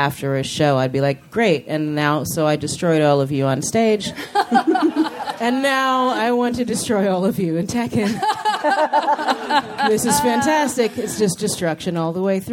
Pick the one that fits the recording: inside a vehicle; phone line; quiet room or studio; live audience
live audience